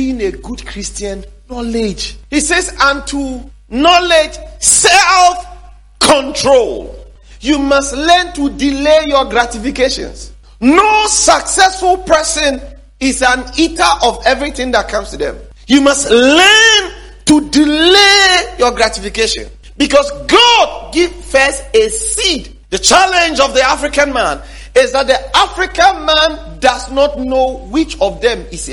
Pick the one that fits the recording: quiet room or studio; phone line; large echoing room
large echoing room